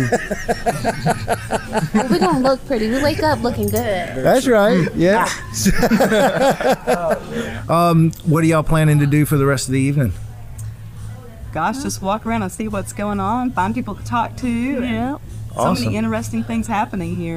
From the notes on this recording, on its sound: a montage of guest interviews recorded in March 2023 at the last Arts & Draughts